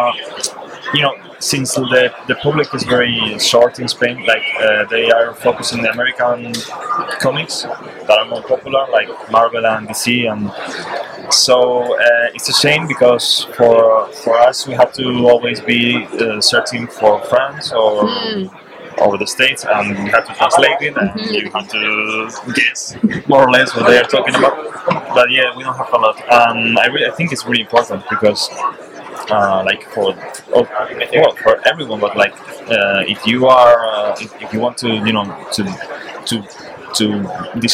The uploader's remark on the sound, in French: Une dernière interview sur le stand de 404 comics au Festival International de la BD d’Angoulême 2023 !